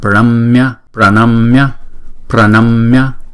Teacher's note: Chữ n này chúng ta phải uốn cong lưỡi lại và chúng ta búng ra.